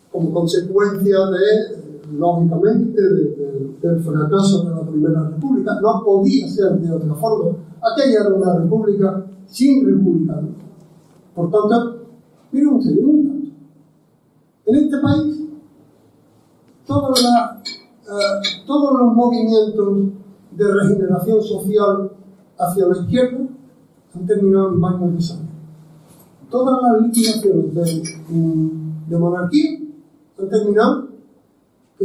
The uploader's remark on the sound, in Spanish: Os dejamos el audio de la charla que tuvo lugar en la Facultad de Geografía e Historia de la Universidad de Sevilla. El audio es extraído de los vídeos de las diferentes jornadas, los hemos mejorado dentro de lo que se puede, pero al ser sonido ambiente puede llevar algún sonido incontrolado.